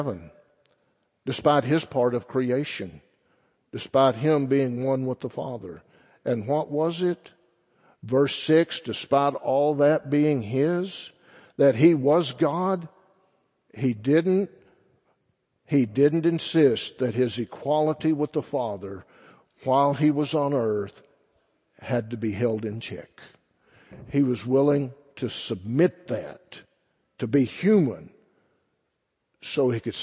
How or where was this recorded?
large echoing room